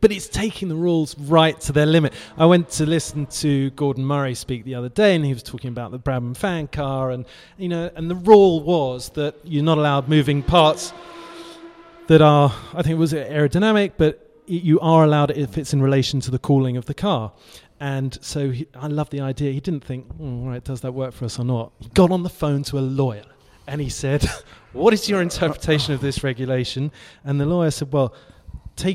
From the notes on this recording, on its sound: live from Goodwood!